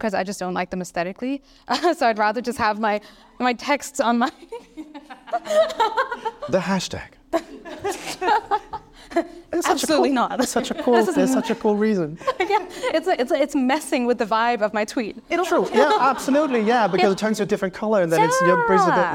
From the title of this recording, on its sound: Live from Oxonmoot 50